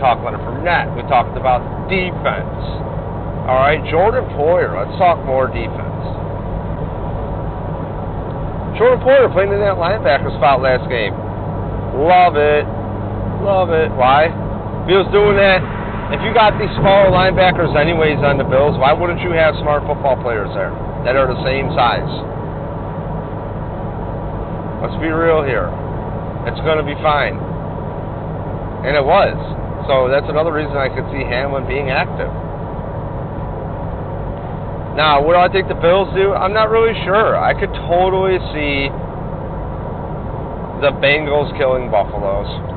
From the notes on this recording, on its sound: Babbles while driving from Tampa to Ft Lauderdale to the Bills Backers bar- the Booze Garden.